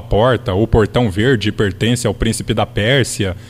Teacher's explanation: O R retroflexo, o sotaque caipira, falava porta, o portão verde pertence ao príncipe da Pérsia.